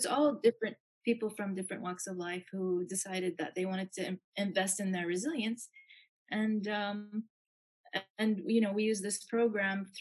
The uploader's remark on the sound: Zoom chat. Who is located in Jeddah.